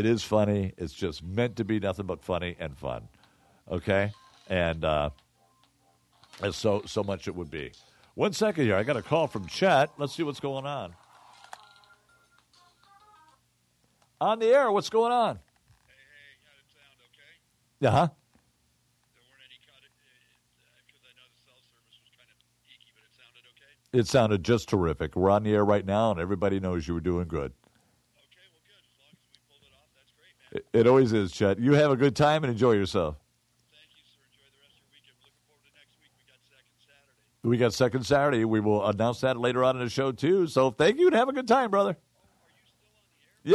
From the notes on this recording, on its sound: call in during the second quarter